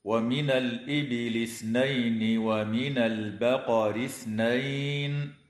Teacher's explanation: أما بعد، فقوله تعالى: ومن الإبل اثنين ومن البقر اثنين، لام التعريف في كلمة الإبل وقعت قبل الهمزة فحكمها الإظهار، وكذا اللام في كلمة البقر وقعت قبل الباء فحكمها الإظهار أيضا. ويجب إخراج طرف اللسان عند النطق بحرف الثاء